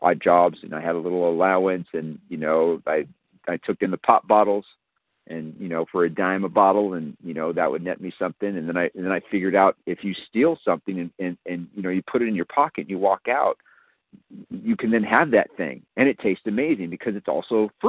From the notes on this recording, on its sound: 100 Pounders Phone Meeting